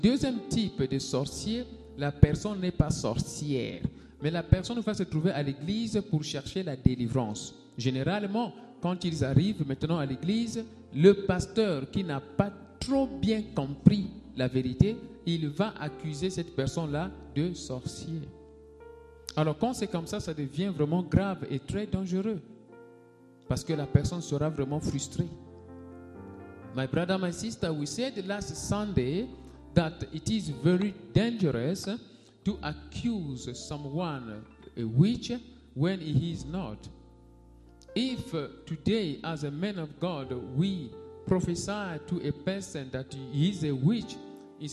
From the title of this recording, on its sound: Sunday Live Service - Service dominical en direct